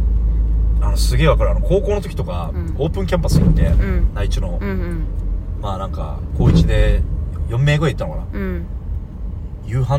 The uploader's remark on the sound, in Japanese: ドライブ中に録りました